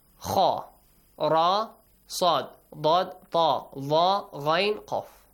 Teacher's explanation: 8 letters which are pronounced heavily with an ah sound. Ah. This ah sound is called heavy sound.